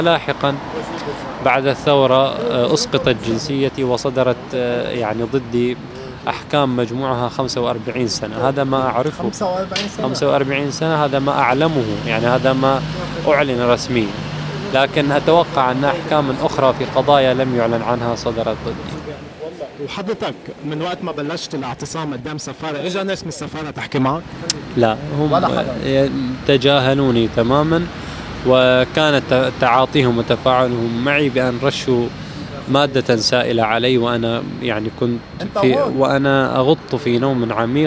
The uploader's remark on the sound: Camped outside the Bahraini embassy in London. On the sidewalk outside the embassy.